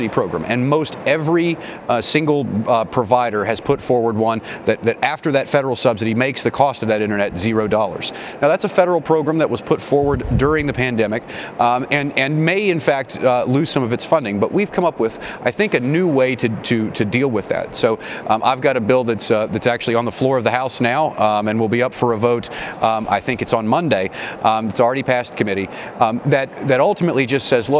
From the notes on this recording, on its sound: Held a press conference to discuss the recent pause on new permits for liquefied natural gas exports.